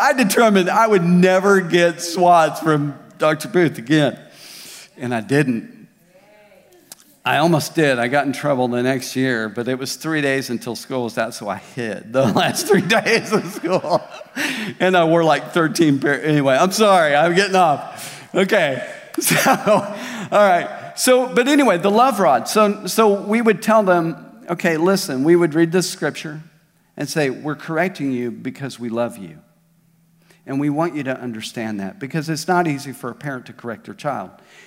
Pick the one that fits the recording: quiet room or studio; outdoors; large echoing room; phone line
large echoing room